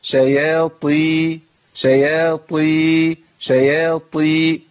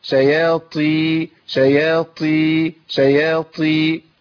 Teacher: لما ألاقي عندي بهمس في الطاء المكسورة أعرف إن أنا كده أبدلت مخرج على طول، أبدلت الطاء بتاء · Shown in: second take · وده ليه؟ لقرب المخرج.